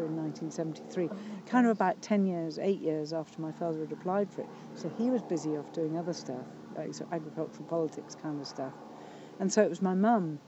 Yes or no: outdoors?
yes